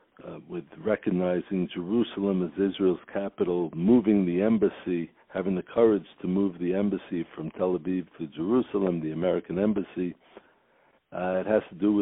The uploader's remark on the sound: On the phone